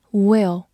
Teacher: 字母 i 发短音 a，末尾的 l 有个滑音